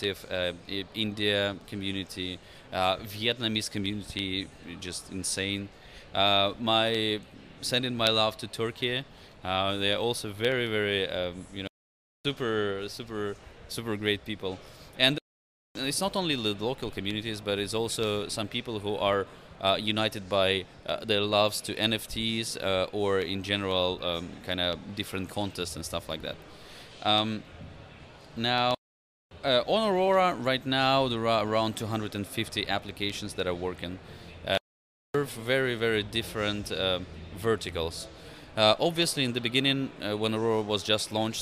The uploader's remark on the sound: Live from Consensus 2023!